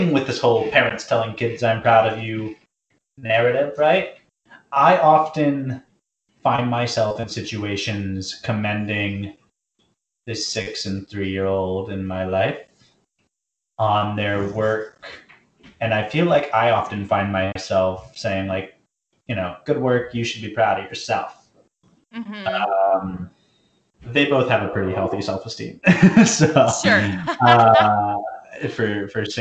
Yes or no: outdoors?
no